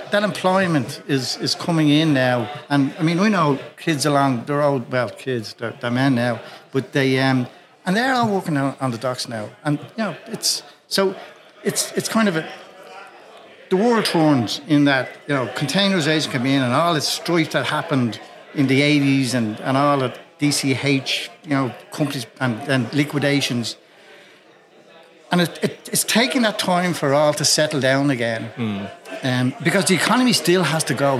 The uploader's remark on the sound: Special live edition of the Publin Podcast. Recorded in front of an audience at Cleary’s Pub on Amiens Street.